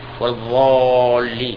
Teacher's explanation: ينطق بهذه الضاد ضاء مغلظة أيضا يغلظ نعم يملأ فمه منها